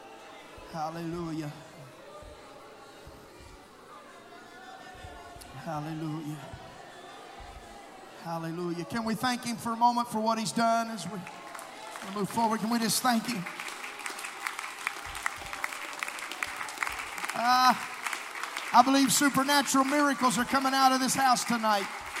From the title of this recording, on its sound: Sunday Night Worship Service